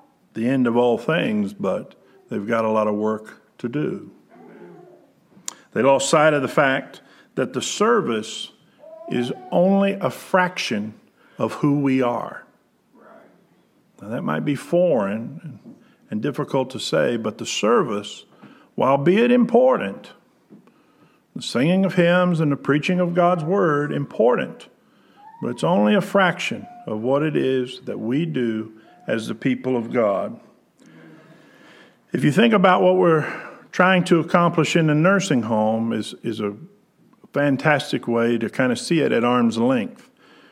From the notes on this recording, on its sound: Preached February 9, 2020 at General Baptist Church God's House of Prayer in Fairborn, Ohio